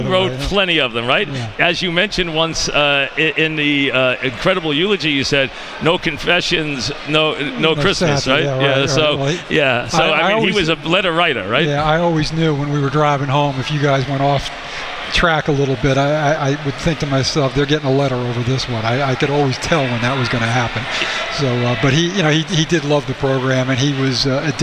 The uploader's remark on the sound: Opens his show live at Grand Central Terminal while celebrating WFAN's 30th anniversary.